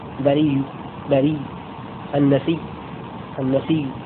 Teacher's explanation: إبدال الهمزة ياء ثم إدغام الياء الأولى في الثانية مع الروم